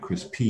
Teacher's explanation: the main stress is going to come at the end